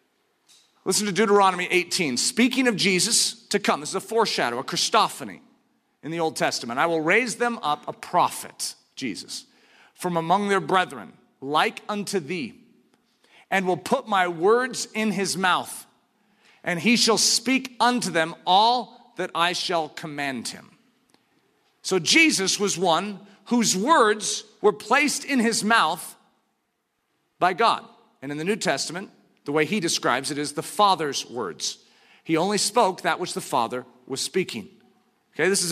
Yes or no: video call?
no